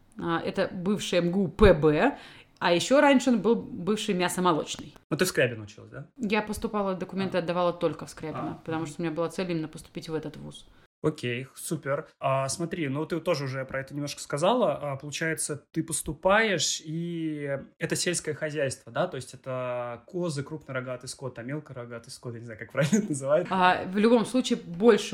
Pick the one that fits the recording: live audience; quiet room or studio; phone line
quiet room or studio